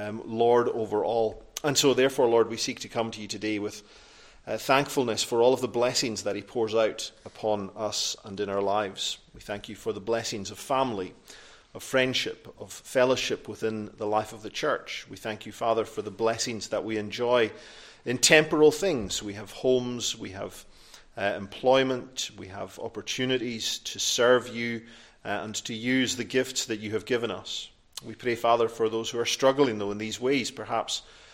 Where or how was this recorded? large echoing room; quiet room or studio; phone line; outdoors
large echoing room